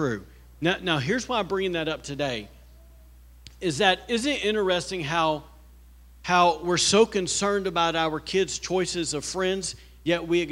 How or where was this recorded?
large echoing room